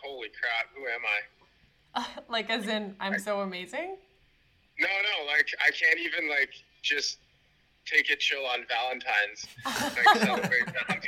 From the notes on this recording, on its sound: call friends and family live on the air